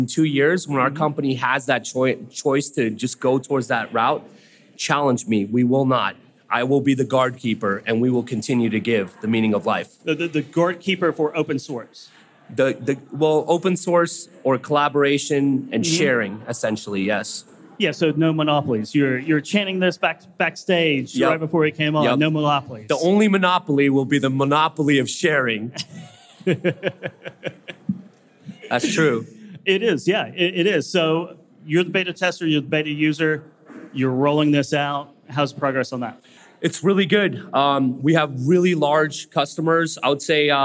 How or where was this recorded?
busy venue